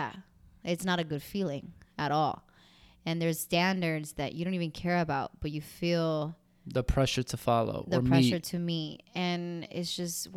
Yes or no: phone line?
no